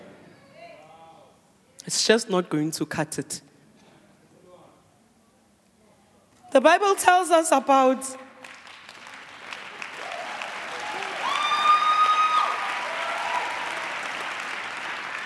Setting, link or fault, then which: setting, live audience